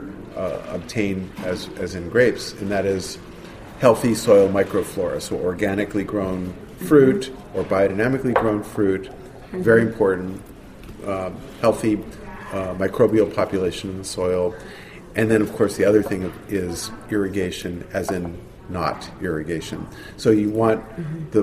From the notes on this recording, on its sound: a special show at The Food & Enterprise Conference in Industry City in Brooklyn